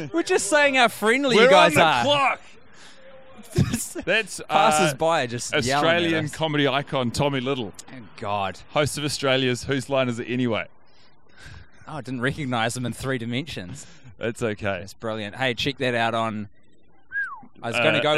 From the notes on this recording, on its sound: The boiz are together in the city of Melbourne, Australia watching WE ARE YOUR FRIENDS in a hotel room. Taking their microphones to the streets have left some audio quality lacking. The pair are being interrupted by fellow street walkers in the great city.